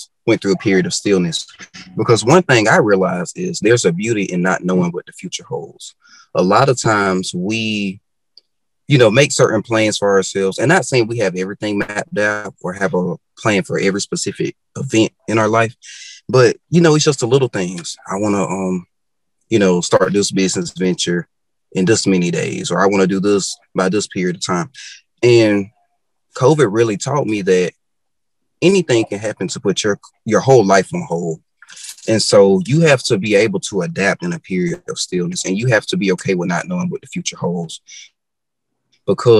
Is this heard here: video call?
yes